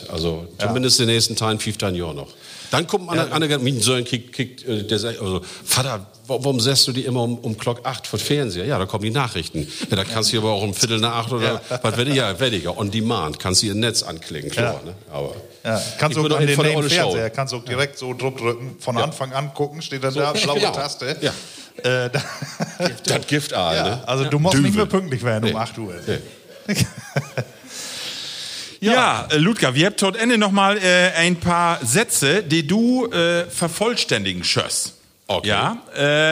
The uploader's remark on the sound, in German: Auch mit dabei, Publikum. Applauswillig und in Feierlaune.